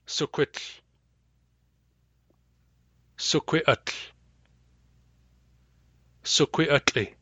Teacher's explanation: Notice that the lambda of suquit disappears when we add utl to it